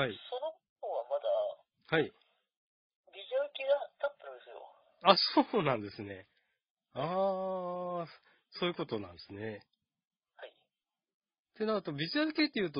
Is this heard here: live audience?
no